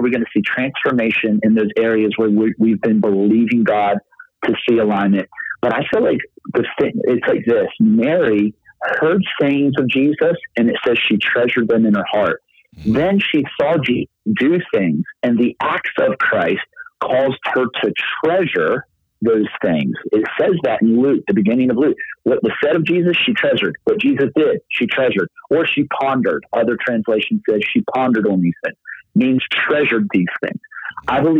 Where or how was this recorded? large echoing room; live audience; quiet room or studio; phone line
phone line